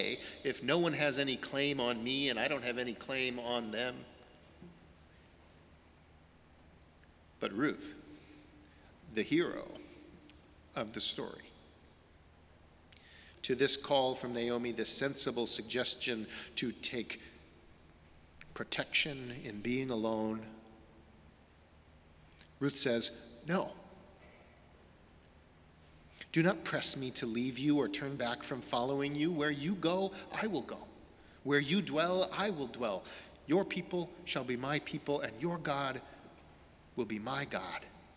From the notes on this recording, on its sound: Sermons from Old South Church in Boston